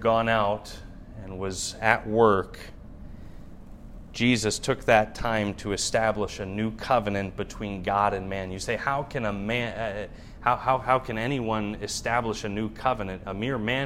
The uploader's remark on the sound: Wednesday evening message preached from the pulpit of Shawano Baptist Church